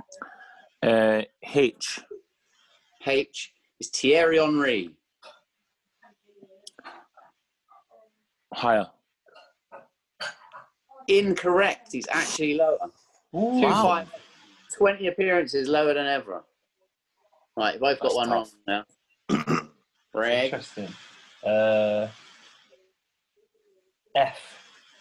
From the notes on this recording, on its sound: as they chat over zoom